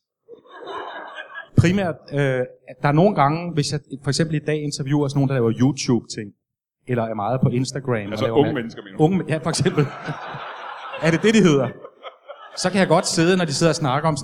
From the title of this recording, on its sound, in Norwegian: LIVE fra Comedy Zoo